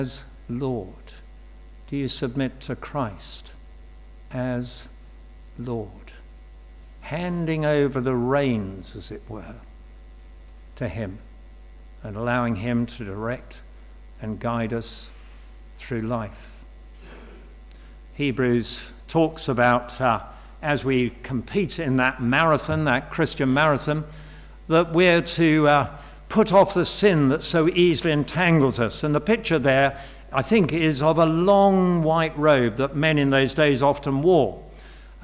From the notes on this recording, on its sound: Sermon from St David's Moreton-in-Marsh, Evening Service - Confirmation & Baptism